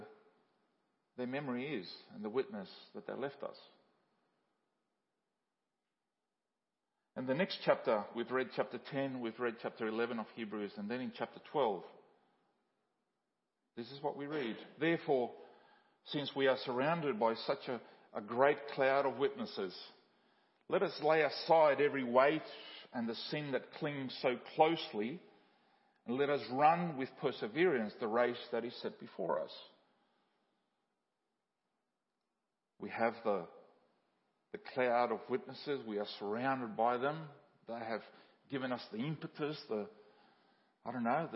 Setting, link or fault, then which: setting, large echoing room